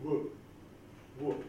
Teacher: Obwohl in dieser Sprache W, also dentalabial Afrikat, nicht, Frikativ nicht gibt. Das ist einfach ein labiales Approximant, sowas wie W.